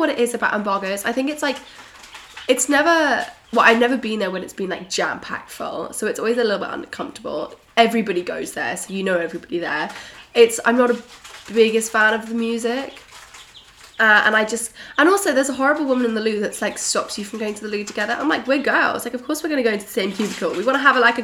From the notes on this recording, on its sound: I am so sorry about the sound of the chicks in the background!!